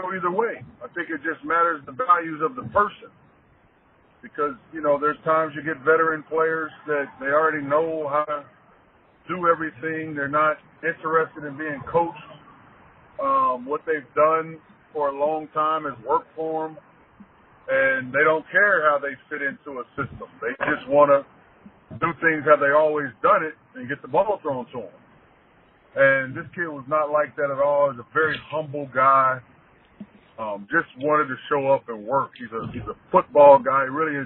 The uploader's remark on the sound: Joins the podcast to talk about coaching Charlie Jones at Purdue last season in an exclusive phone interview.